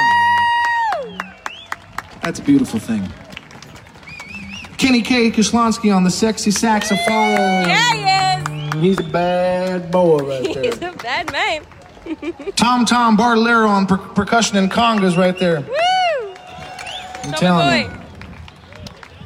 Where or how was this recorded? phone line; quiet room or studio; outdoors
outdoors